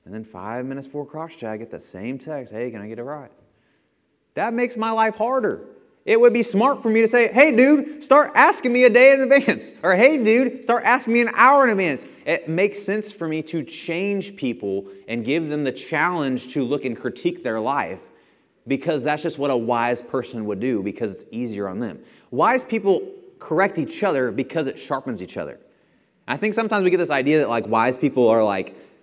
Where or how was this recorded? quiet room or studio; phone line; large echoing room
large echoing room